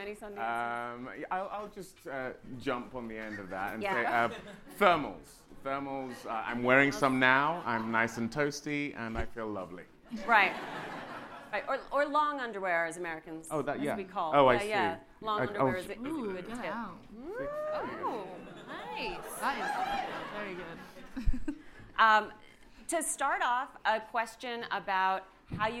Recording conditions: live audience